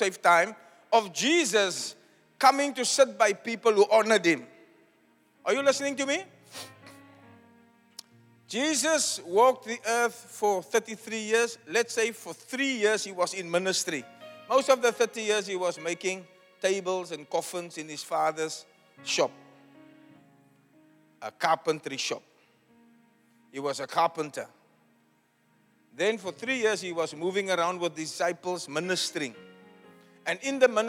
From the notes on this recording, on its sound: Preached at Zion Sanctuary, Cape Town on the 23 of July 2023